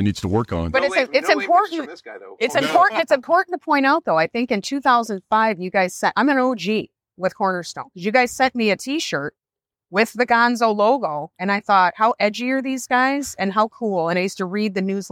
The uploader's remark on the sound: Recorded between sessions at banking's premier conference, Acquire or Be Acquired